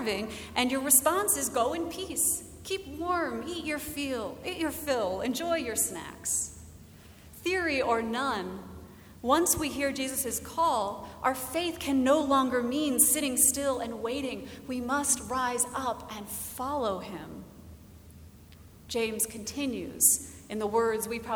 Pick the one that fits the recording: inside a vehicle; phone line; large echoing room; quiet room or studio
large echoing room